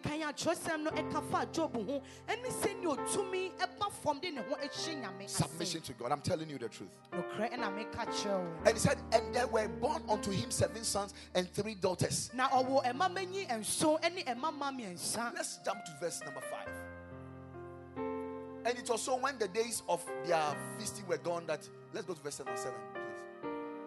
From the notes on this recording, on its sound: Preached at the Ekklesia Campus.